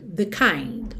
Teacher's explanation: Esse the que vem antes do kind não tem peso, é uma palavra de passagem mesmo, muito rápido.